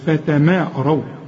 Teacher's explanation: الراء فخمها الواو رقق